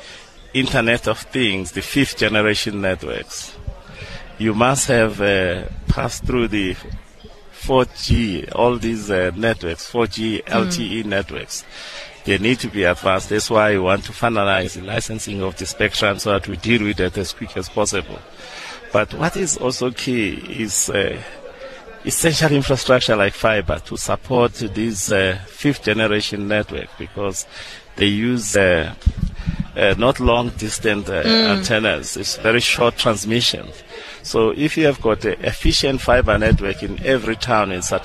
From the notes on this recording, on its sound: We broadcast live from the Sandton where we spoke to variouys role players and analysts.